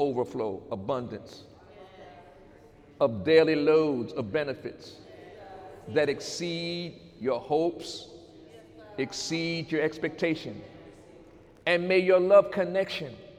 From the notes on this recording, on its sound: During Sunday morning service on December 2, 2018.